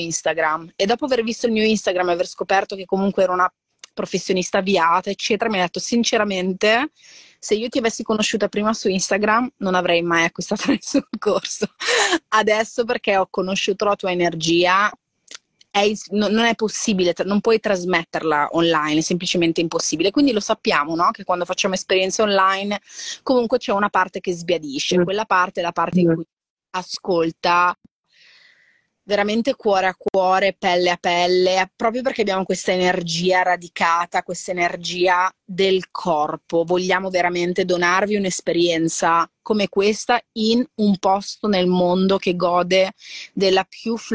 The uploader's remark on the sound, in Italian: Audio estratto dalla diretta Instagram